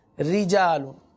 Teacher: رجالن تو نہیں پڑھیں گے بلکہ باریک رکھیں گے را کو